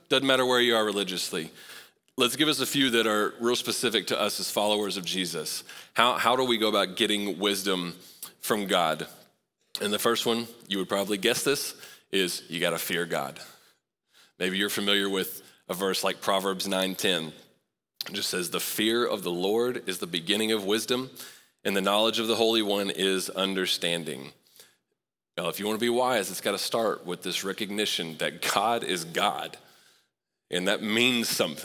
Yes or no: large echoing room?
yes